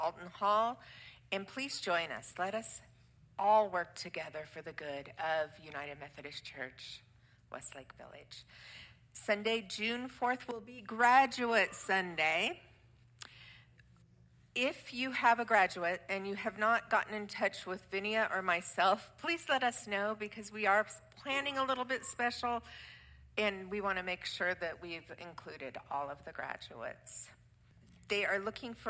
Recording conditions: large echoing room